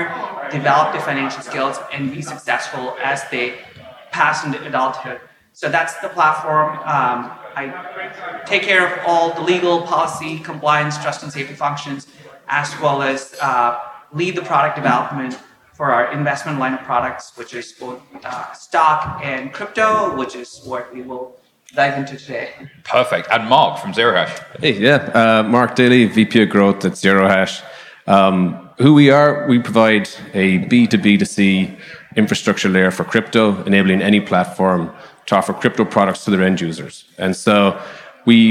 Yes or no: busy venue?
yes